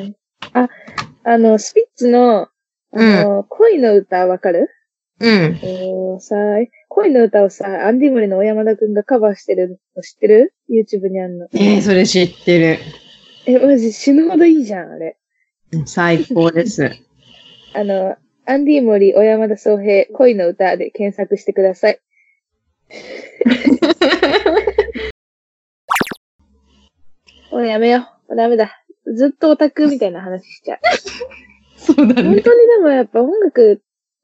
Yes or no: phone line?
no